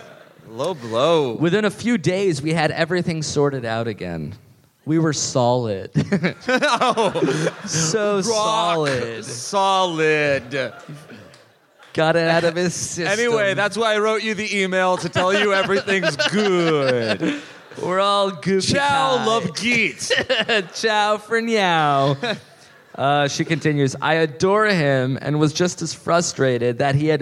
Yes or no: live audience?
yes